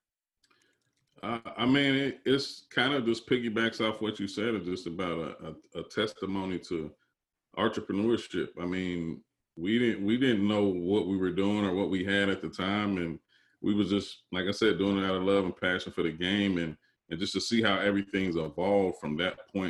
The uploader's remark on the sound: Zoom Webinar started recording the episode ten minutes in.